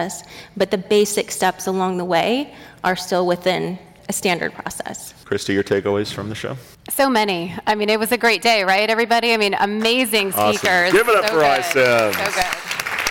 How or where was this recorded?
live audience